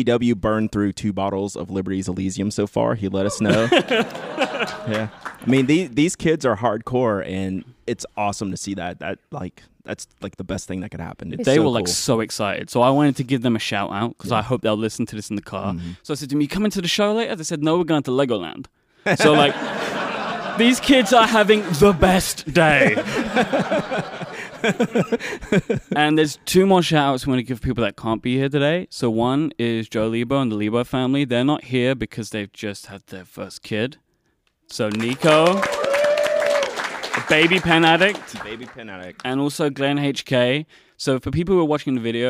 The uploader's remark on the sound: Live from the Atlanta Pen Show 2016. In front of a fantastic audience.